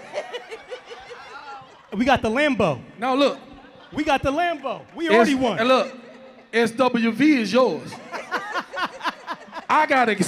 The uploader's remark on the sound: Live On STAGE! (S.H.E Trucking Expo). We are live from Chattanooga, TN Where Truck N’Hustle was given the honour of hosting a live podcast for the S.H.E Trucking Expo.